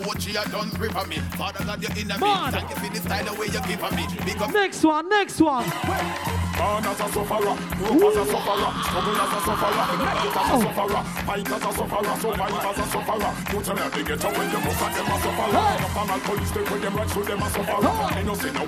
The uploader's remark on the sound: 1hr live set from party called Rehabilidancehall in Gliwice, PL.